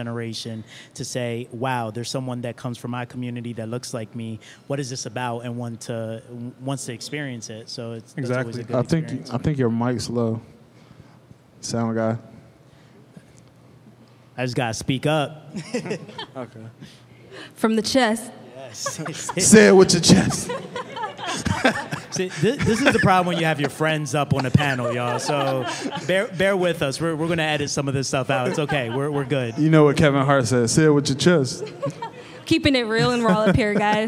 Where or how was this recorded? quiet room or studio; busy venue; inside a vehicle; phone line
busy venue